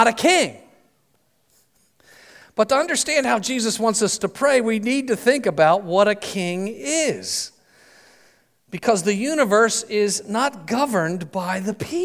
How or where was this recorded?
large echoing room